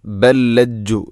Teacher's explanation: ഒന്നാമത്തെ ലാമിനെ രണ്ടാമത്തെ ലാമിലേക്ക് ഇദ്ഗാം ചെയ്യുന്നു, കൂട്ടി ലയിപ്പിച്ച് ഒതുന്നു